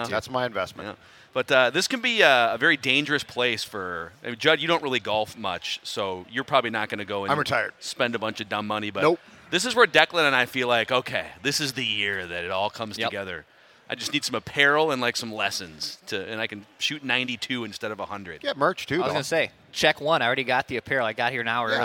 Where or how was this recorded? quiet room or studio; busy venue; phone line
busy venue